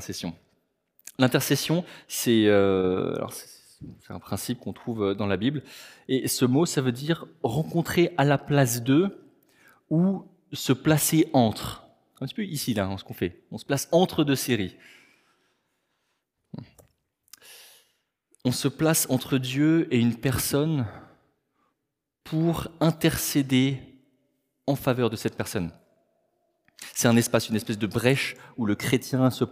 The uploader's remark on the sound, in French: Enregistré à l'église CVV